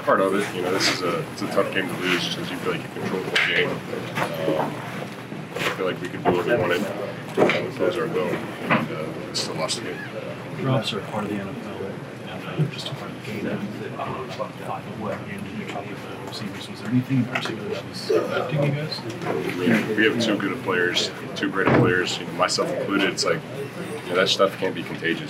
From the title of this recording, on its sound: Postgame Press Conference